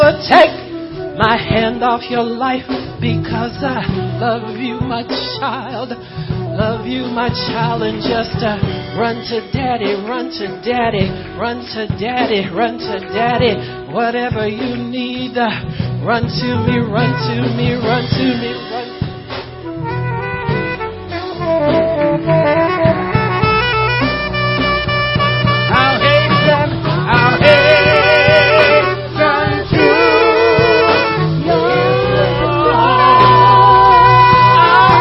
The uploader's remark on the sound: given July 31, 2014 at the POWER AND GLORY OF GOD CONFERENCE